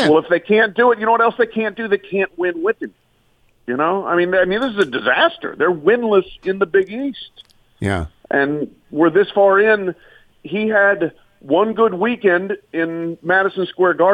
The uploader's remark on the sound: Calls. Phones.